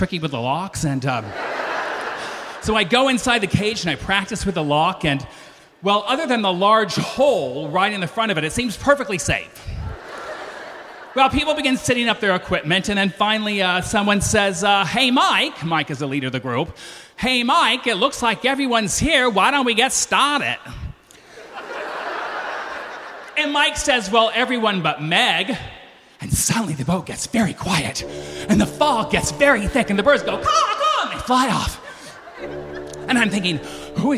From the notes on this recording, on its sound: lights up Snap LIVE in LA